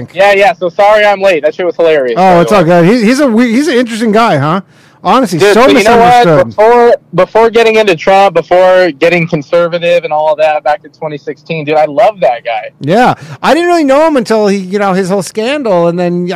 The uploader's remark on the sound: call in show